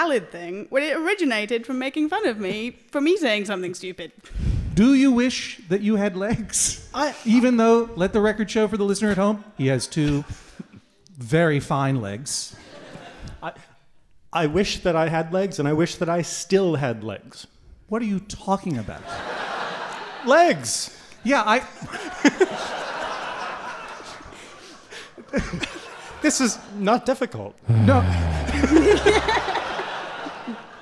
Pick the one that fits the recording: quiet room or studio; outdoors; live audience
live audience